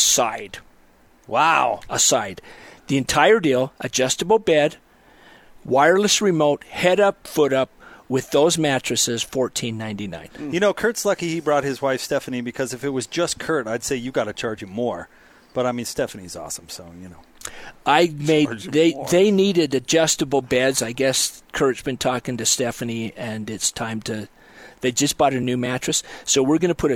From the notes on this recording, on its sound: LIVE at The Warehouse